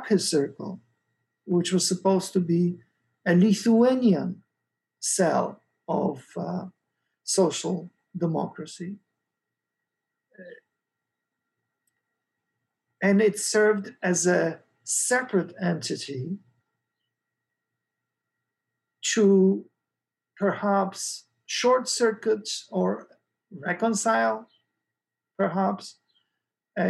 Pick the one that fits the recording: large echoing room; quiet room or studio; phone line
large echoing room